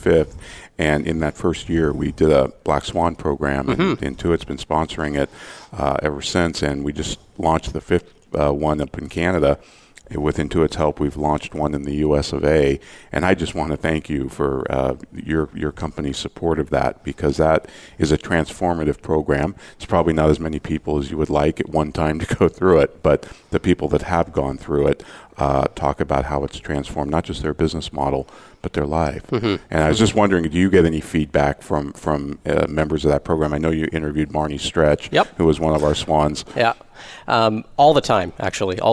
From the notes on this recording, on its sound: Live Broadcast at the The IPBC IGNITE Conference.